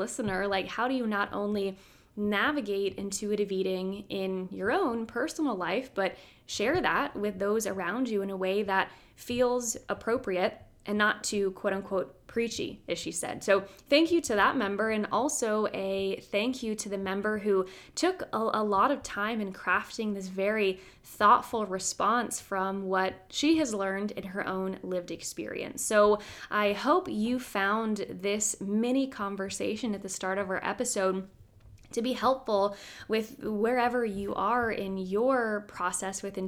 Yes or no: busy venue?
no